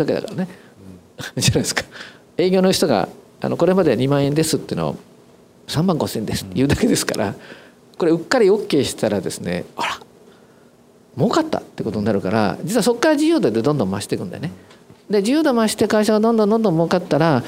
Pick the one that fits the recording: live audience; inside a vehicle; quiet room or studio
live audience